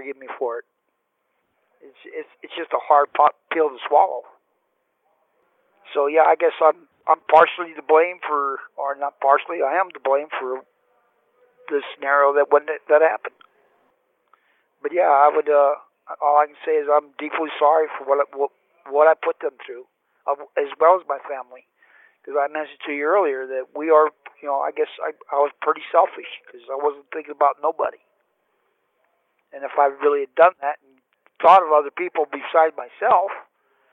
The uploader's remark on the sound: Telephone interview. From federal prison.